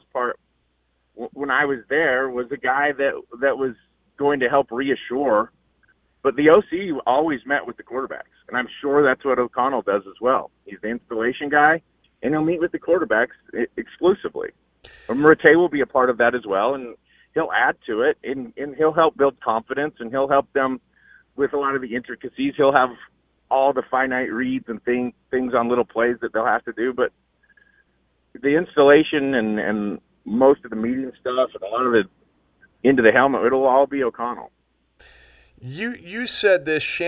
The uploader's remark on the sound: Called in from the road as he's headed for Cleveland from Wyoming.